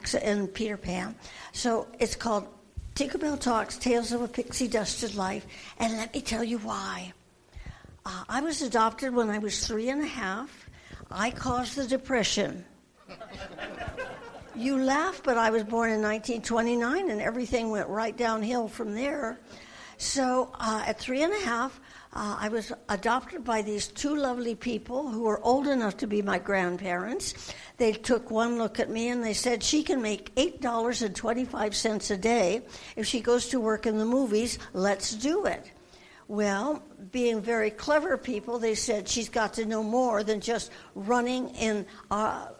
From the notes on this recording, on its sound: host some of the panels at Tracy Comic Show and Reptile Expo